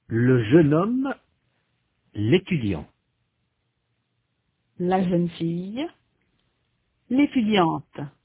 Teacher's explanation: the definite articles le and la are shortened to the consonant sound le, spelt L apostrophe. · Term: élision